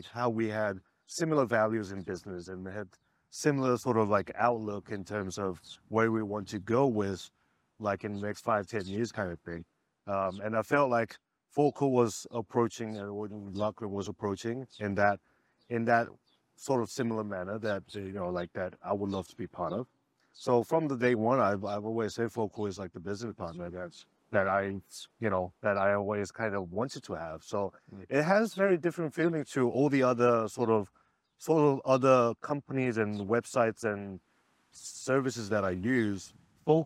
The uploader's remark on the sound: A collection of episodes recorded on the beautiful sunny beaches of Maui.